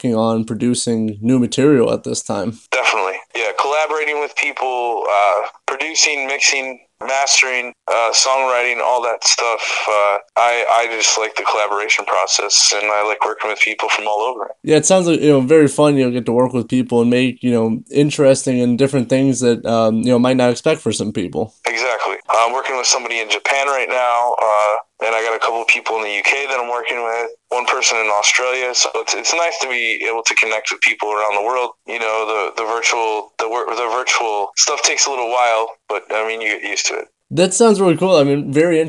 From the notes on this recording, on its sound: phone interview